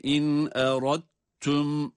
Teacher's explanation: dal harfi kendisinden sonra gelen ta harfine idgam edildiği için idgamı mütecanisin olması sebebiyle ayrı ayrı okumuyoruz ve kalkale de olmuyor, çünkü daha önce söylemiştim, idgam kalkaleye manidir, engeldir.